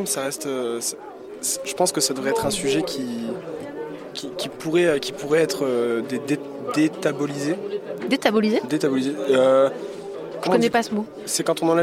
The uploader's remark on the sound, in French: La cabine SEXO-RADIO fut construite lors d'un festival ardéchois, en plein cœur du pôle sexualité. Ce dernier un peu excentrée des scènes musicales. Le concept: une petite pièce ambiance lumière tamisée, un micro, une chaise, un casque.